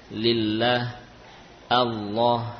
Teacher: sama-sama dari tepi lidah yang menempel pada gusi